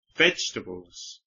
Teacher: La primera sílaba es fuerte.